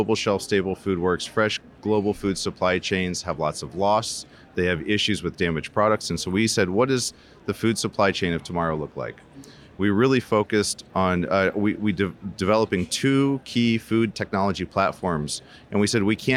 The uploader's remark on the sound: joins us from the Rally Innovation Conference